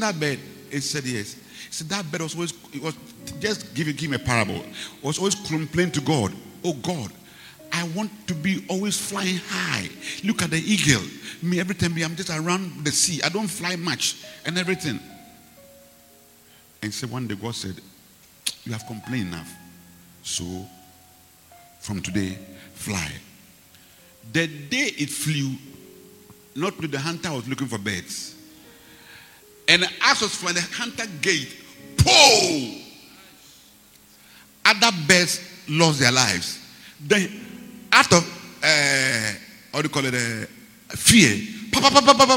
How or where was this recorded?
large echoing room